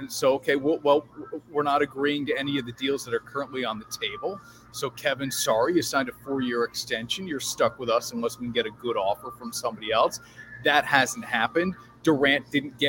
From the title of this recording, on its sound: LIVE From Minogue's Beverage Center